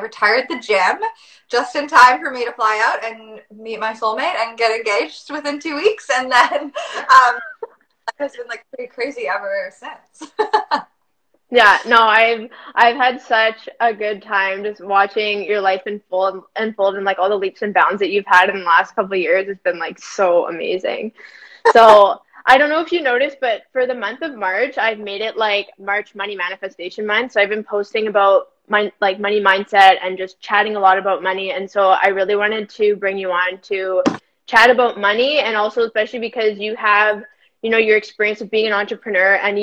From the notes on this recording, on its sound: a replay from an IG live